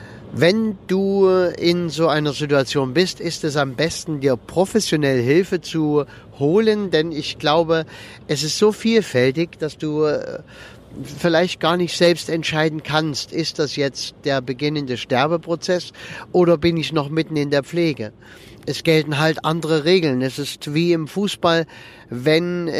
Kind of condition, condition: setting, inside a vehicle